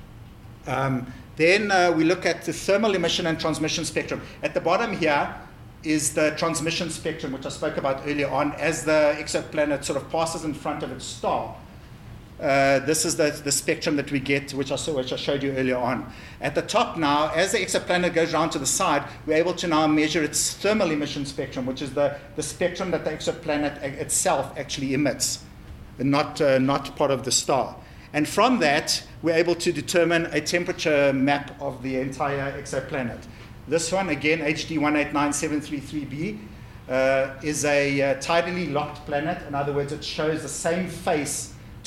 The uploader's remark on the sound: In this episode we feature the first of the public lectures I recorded at ScopeX.